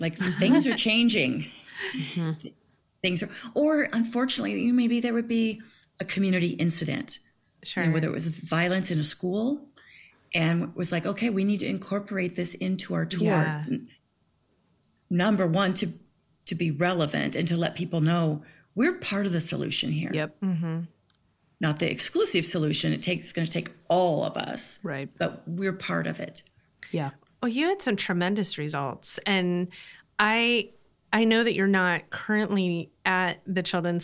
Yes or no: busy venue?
no